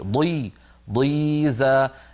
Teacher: مع كون الضاء مكسورة بقيت الضاء قوية